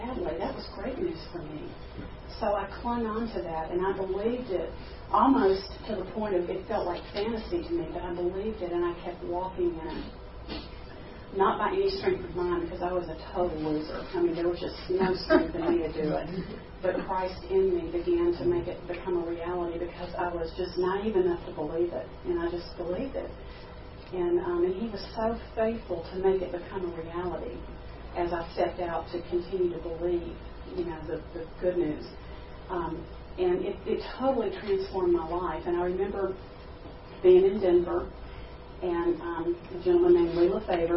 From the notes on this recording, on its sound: at a GFI Exchanged Life Conference in Pigeon Forge, TN Aug 2, 2014